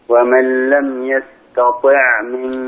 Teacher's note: رقق التاء وفخم الطاء. واكسرها كسرا كاملا.